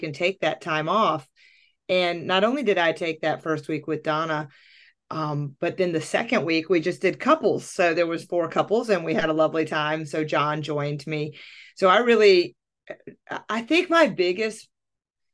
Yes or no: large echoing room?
no